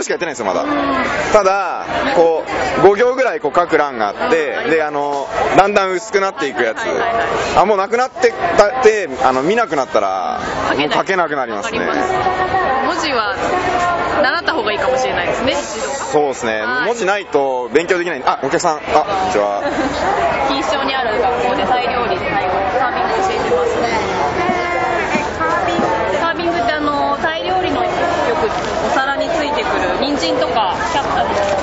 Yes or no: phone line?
no